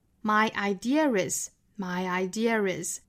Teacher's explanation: 要怎么连贯这两个词呢？这里面应该加 r